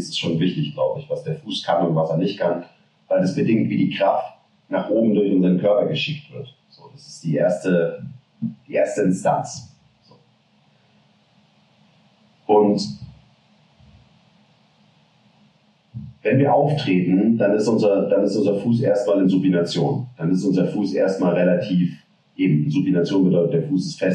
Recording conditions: poor sound quality